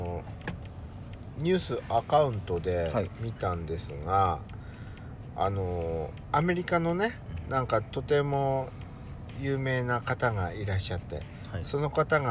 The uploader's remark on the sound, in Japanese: パーキング収録